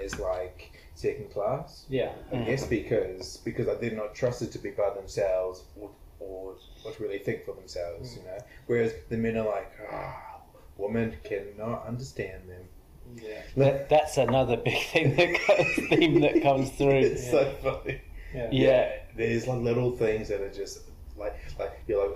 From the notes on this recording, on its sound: This episode was an experiment, the audio quality and post production improve dramatically over the following few episodes